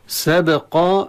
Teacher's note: باء ساكنة في الوسط، نأتي بصوت اضطراب في المخرج، صوت القلقلة · Term: القلقلة الصغرى